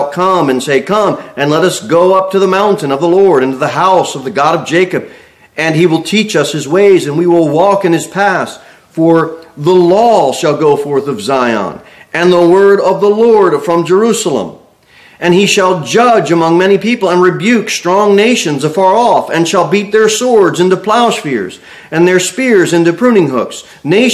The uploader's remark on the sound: Sermon delivered at Pilgrim Baptist Church. Jere Whitson Rd. Cookeville, TN 38501.